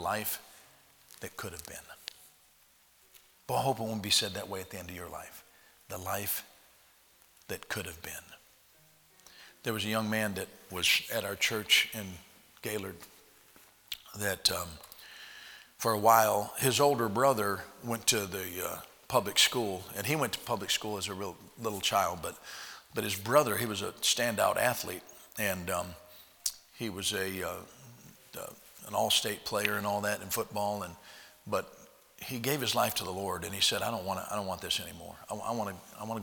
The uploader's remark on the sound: at Heritage Baptist Church, Lawrence Kansas on Tuesday Chapel, January 19th, 2021